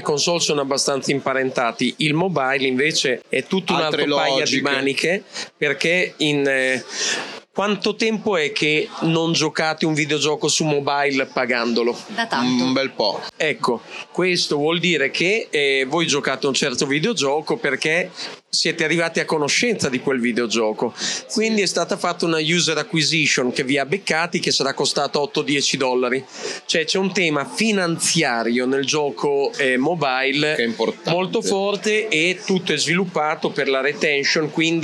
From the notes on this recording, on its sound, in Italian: A Lucca Comics 2023 ci siamo fatti raccontare